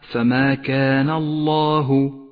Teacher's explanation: لام لفظ الجلالة عند قوله تعالى فما كان الله، لام مفخمة لأنها سبقت بحرف مفتوح